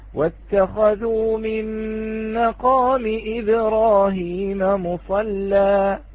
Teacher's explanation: رققت اللام من أجل التقليل في الألف